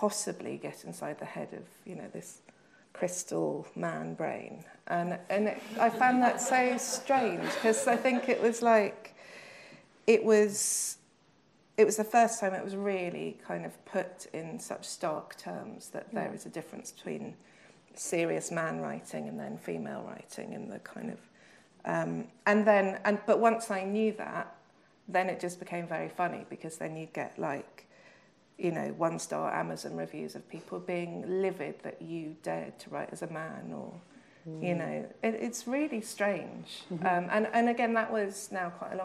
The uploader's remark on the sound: We return to the International Literature Showcase. This event was recorded at the Free Word Centre.